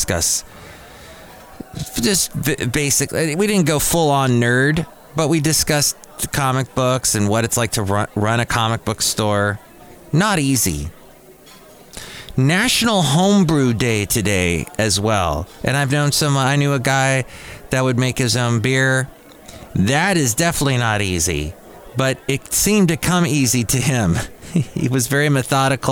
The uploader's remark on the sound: podcasts live from Café Anyway